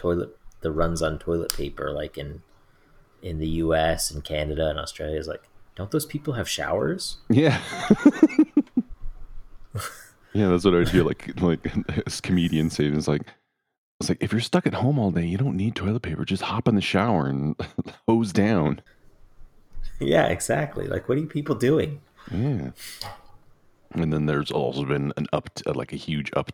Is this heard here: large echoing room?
no